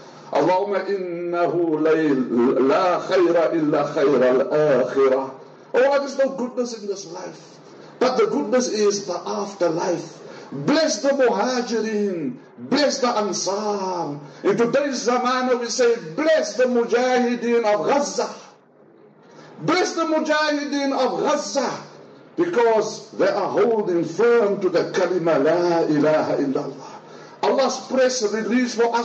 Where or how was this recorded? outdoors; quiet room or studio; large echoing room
large echoing room